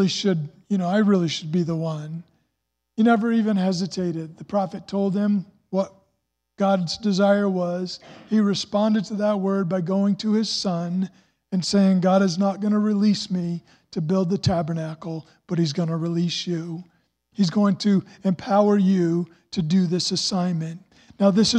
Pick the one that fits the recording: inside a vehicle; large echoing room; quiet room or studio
large echoing room